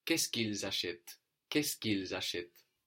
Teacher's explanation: we would have the liaison and the contraction, you know, all forming one clump